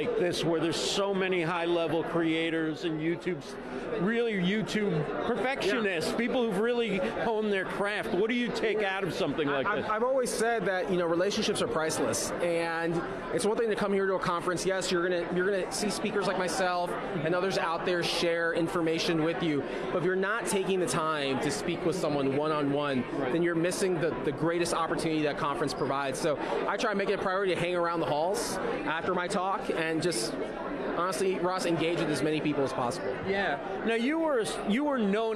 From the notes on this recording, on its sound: live at VidSummit 2018 in Los Angeles